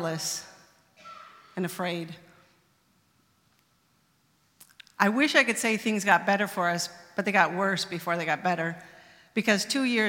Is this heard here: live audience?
yes